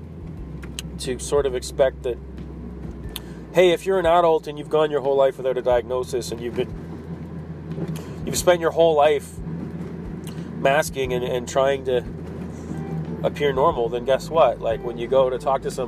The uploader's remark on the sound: Driving and talking...